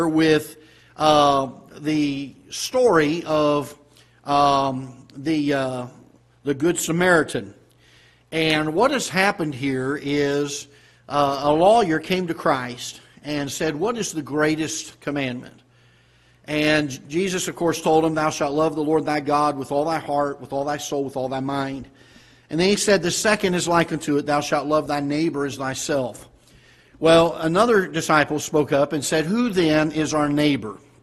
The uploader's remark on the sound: Ketha Heights Baptist Church ~ Live Broadcast